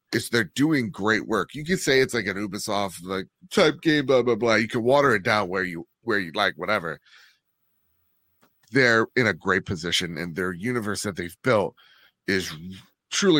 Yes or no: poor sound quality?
no